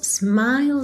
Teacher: atenção que esse E é completamente mudo. Do L você vai pro S